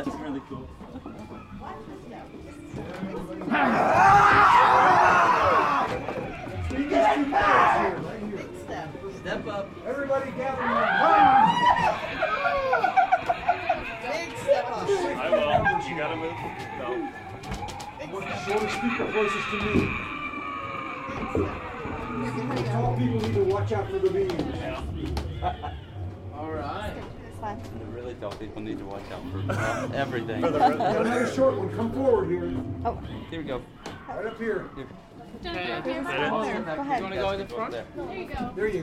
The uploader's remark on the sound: Live at the Haunted Ship Pt.2 - Columbus, Ohio. The entire show is live and onsite at the Santa Maria, as it's called when it's not Halloween.